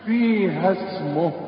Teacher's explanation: لأن الألف ساكنة والسين ساكنة، ومدام ساكن جنبي ساكن بتخلص من الساكن الأولاني، فبلغيه من النطق